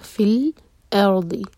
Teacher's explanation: مکناکم فی الارض. فل فا کو لام سے جوڑا اور لام پر جھٹکا بغیر آئے لام کو پڑھا